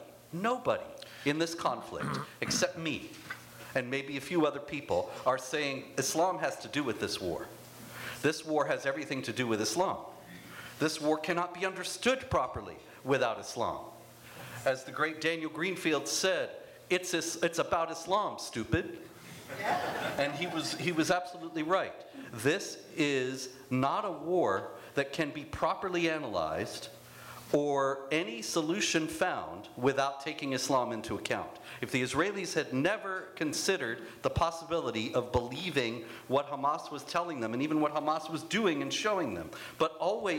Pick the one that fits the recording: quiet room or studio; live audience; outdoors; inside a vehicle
live audience